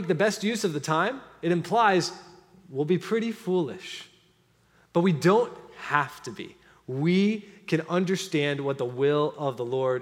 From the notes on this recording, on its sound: At the August 13, 2023 Sunday morning services of Boca Raton Community Church in Boca Raton, Florida.